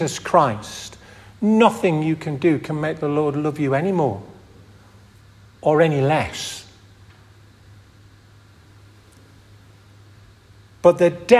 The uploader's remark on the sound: This audio recording was taken from the 10:30 Communion service at St Oswald's Church, Askrigg, 2023